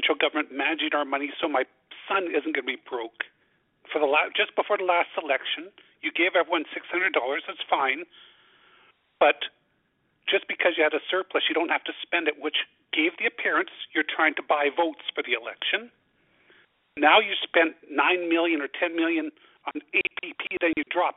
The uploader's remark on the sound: Budget 2024 Telephone Town Hall, Southern Alberta.